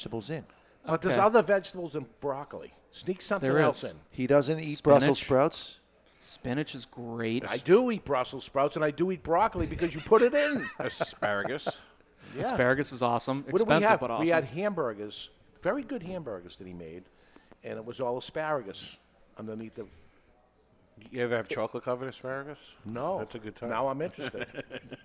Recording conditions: live audience